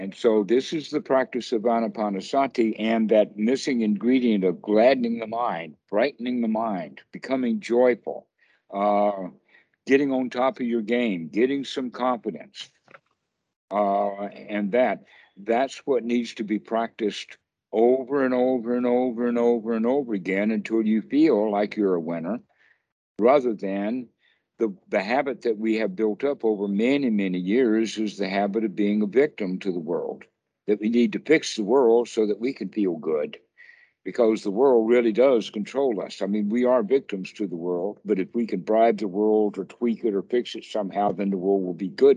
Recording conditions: video call